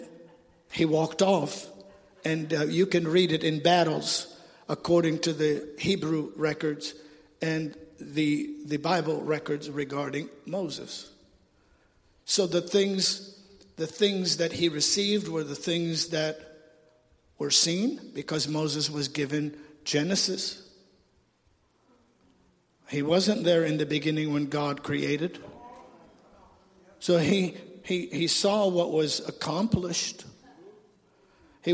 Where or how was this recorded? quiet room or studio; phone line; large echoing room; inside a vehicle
large echoing room